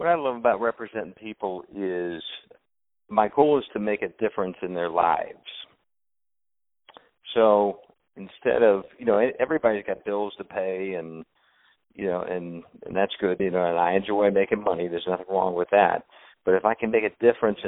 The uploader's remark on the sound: On the phone